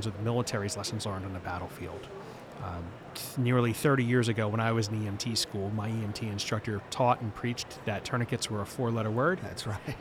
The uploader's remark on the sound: Live From Expo 2022. We are releasing never-before heard episodes from EMS World Expo 2022 in Orlando.